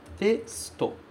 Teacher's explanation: Esse U, ele é praticamente impronunciado. A gente quase não fala. Ele vai mudo praticamente.